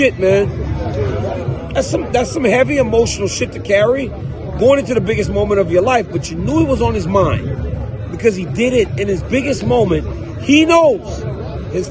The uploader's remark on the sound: Live from the octagon. At UFC 290.